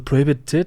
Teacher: In Deutschland ist eher dann so Prohibited, so mit dem scharfen T.